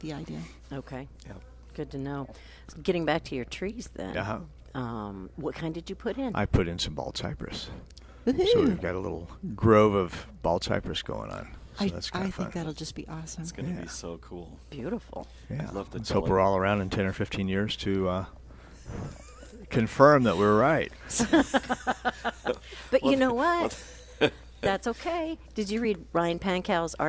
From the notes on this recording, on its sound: Plant Experts Live at Prairie Gardens